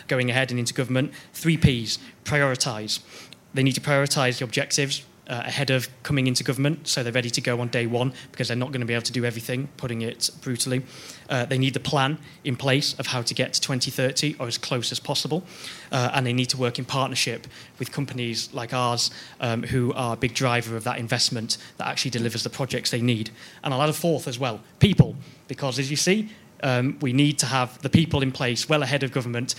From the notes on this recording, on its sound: This is a live recording from the New Statesman Media Group's Path to Power conference.